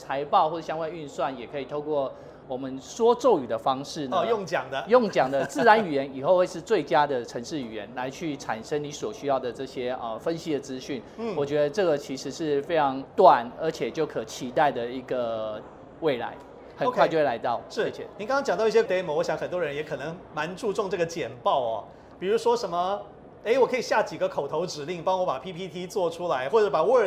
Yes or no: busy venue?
yes